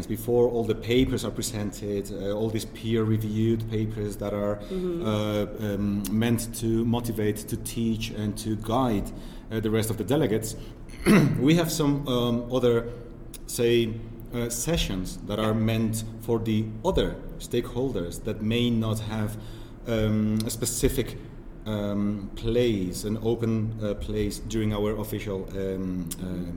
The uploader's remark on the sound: At our ESOMAR Latin America Conference in Mexico City, as we interview speakers from the event. The interviews will be conducted in Spanish, Portuguese, and English.